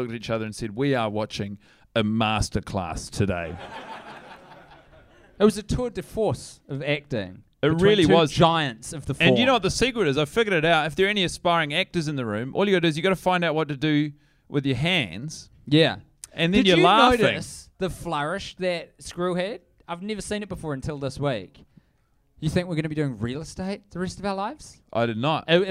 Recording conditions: live audience